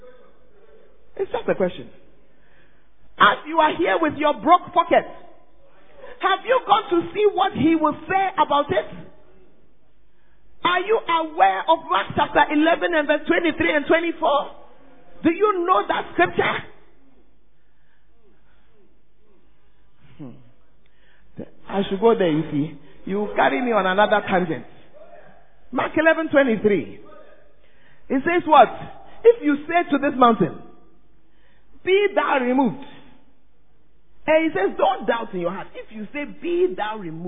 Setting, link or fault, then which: setting, large echoing room